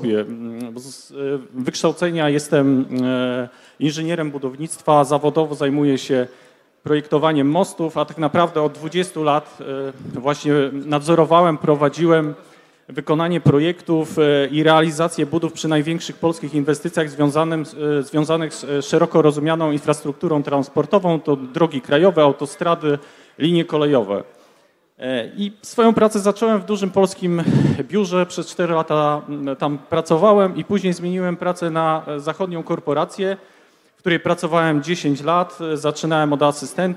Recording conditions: live audience